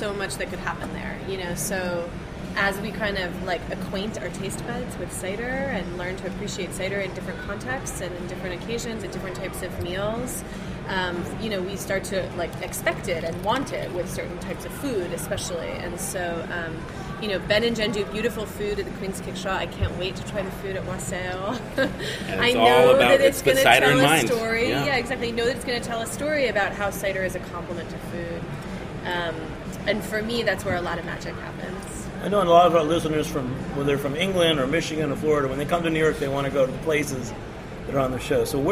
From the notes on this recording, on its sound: at the Spring 2015 Edible Magazine's "Good Cider" event in Manhattan